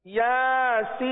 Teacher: سین پر مد لازم لگ رہا ہے، لہذا اسے تین چار پانچ الف تک کھینچ کر پڑھیں گے